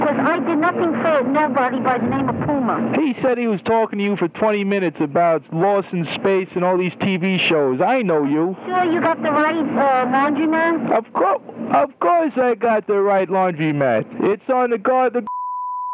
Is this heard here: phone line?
yes